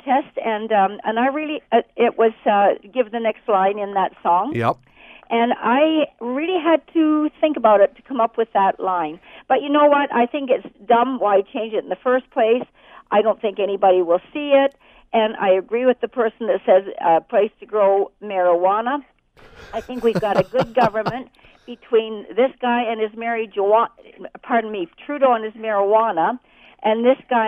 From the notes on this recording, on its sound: opens the phone lines